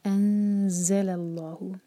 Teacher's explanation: Continue کریں گے تو ما چار حرکہ، مد منفصل. انزل اللہ، ز پر بزنگ ساؤنڈ، نون پر اخفاء